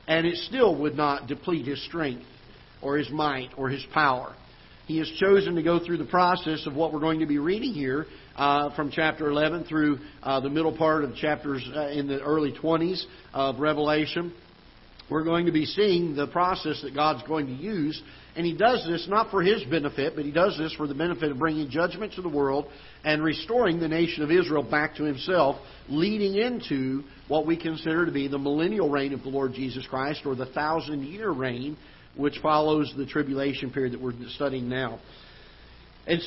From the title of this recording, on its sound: Ketha Heights Baptist Church ~ Live Broadcast